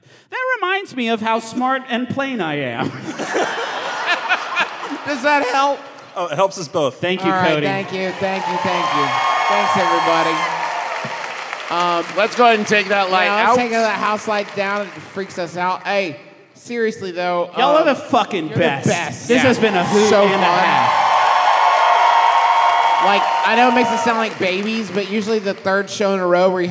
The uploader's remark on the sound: Live from the best venue in the contiguous United States in Milwaukee, WI!